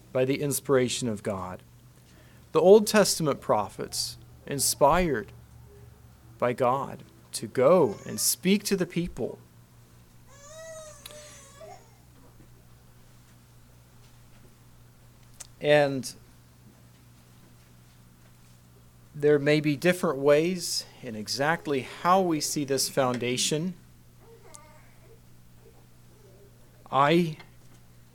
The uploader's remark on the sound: Message preached at Word of Hope on November 26, 2023